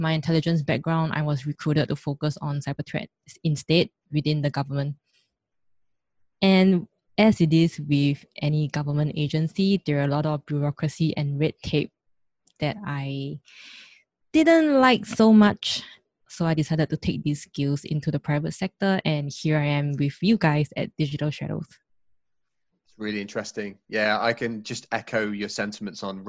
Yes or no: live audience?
no